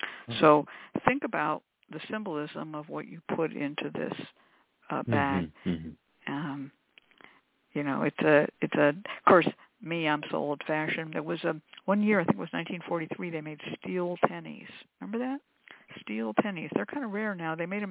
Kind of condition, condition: link, phone line